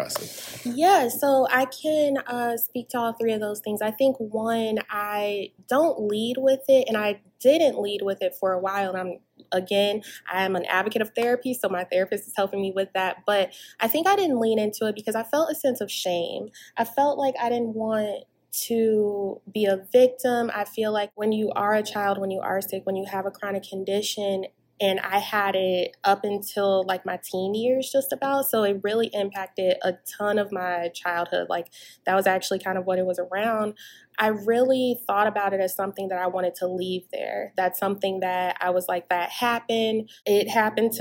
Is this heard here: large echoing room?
no